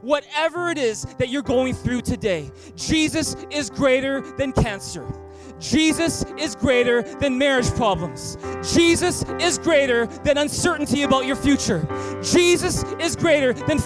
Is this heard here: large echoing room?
yes